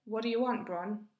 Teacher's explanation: The t disappears from what, and the vowels in do and you become relaxed sounds. The t on want disappears and becomes a glottal stop.